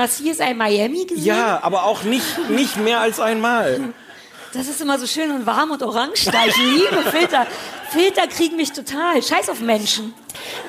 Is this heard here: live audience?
yes